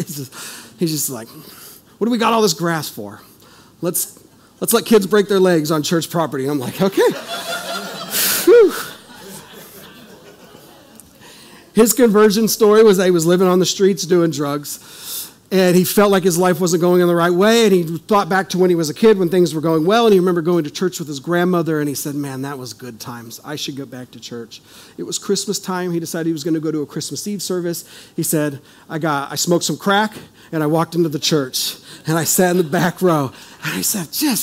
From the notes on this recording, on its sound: This is audio ripped from the Live Service video.